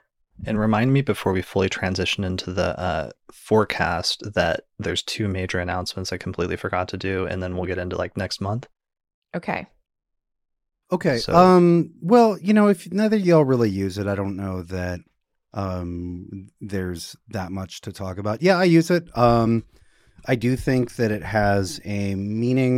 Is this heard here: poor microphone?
no